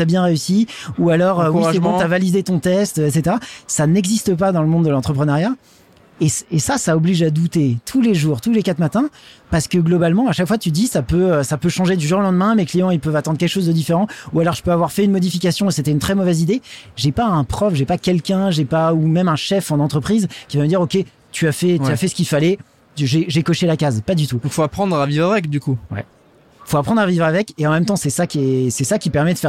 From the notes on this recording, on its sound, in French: en direct du salon Go Entrepreneurs